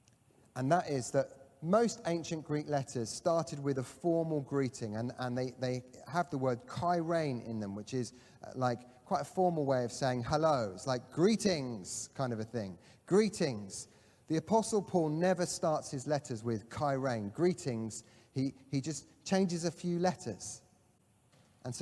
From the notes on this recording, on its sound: Catalyst Live Online Church Service.